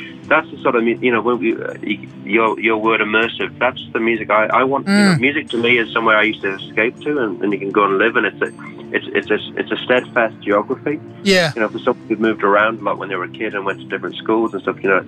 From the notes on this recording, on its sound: A phone interview